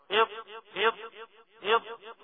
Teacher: الصح من احدى حافتي اللسان من الناحيه اليسرى مع الادراس العليا · Term: الضاد